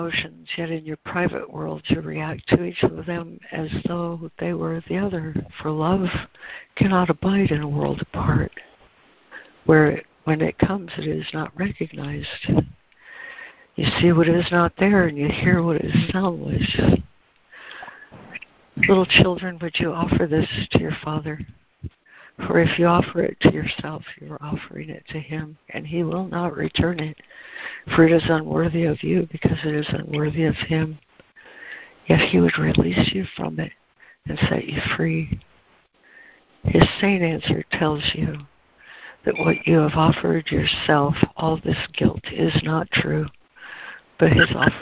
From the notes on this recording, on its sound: ACIM Daily Conference Call